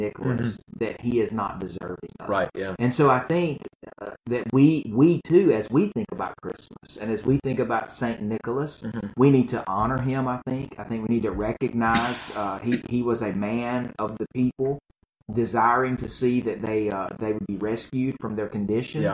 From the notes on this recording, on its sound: Something went weird with the audio